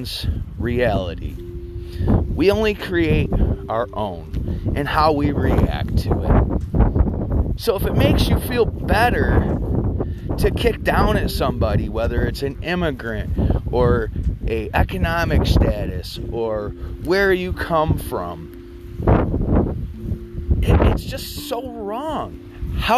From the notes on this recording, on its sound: sorry about the wind I was walking my dogs